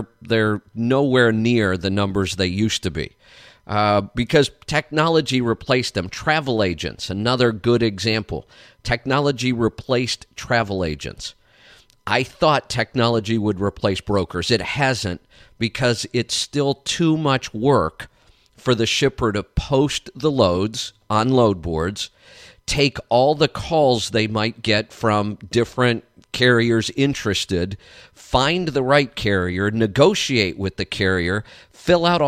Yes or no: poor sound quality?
no